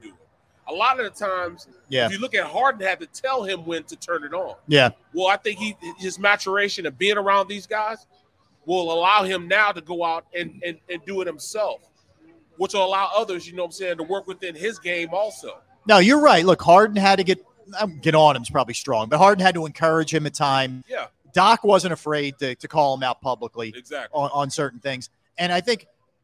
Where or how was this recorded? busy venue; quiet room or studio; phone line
busy venue